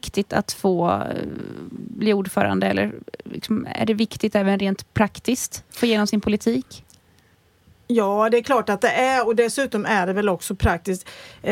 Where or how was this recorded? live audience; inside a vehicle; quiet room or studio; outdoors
quiet room or studio